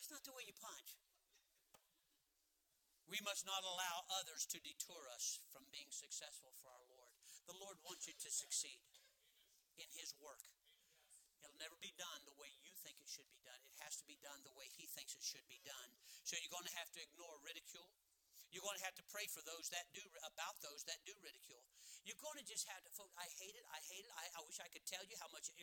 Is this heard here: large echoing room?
yes